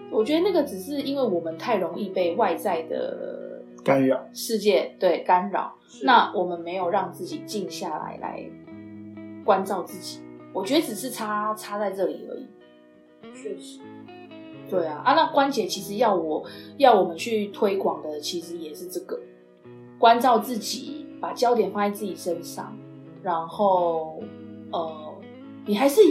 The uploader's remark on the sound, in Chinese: 由於設備不足收音狀況欠佳